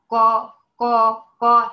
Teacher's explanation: الصوت طلع اصطدم بقبه الحنك، نزل على هيئه رنين، انحصر الصوت بين اللسان وقبه الحنك · Term: حرف مستعلي